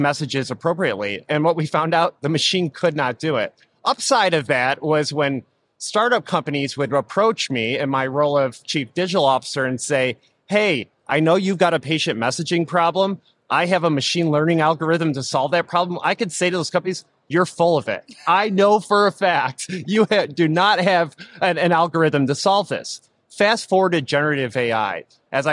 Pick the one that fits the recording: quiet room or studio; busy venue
busy venue